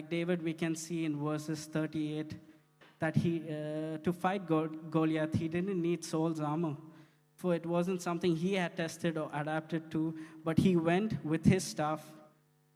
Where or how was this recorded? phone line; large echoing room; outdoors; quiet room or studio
large echoing room